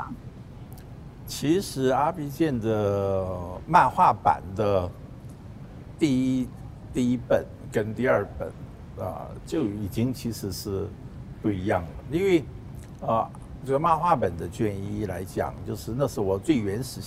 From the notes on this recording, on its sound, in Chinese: 本集於開放式場地錄音，難免受環境音干擾，還請包涵見諒。